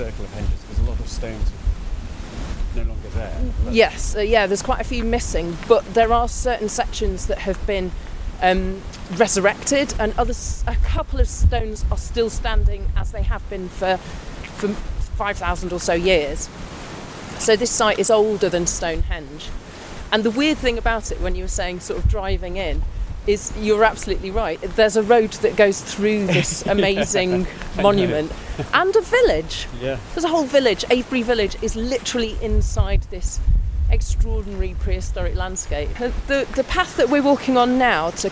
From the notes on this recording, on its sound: On a circular walk from the stone circle at Avebury onto mysterious Fyfield Down before walking along the Ridgeway to magnificent West Kennet Long barrow.